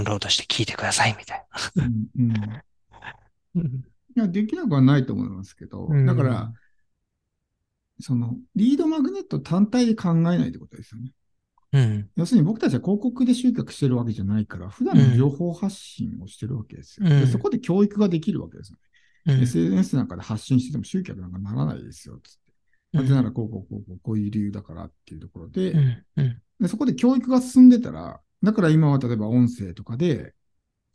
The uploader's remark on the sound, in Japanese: ZOOM個別相談（スポットコンサル）の音声をシェアします。ポッドキャスト用に収録したものではないので、一部聞き取りづらいところがあります。